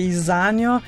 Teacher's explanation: mogoče malo potegnemo ta polglasnik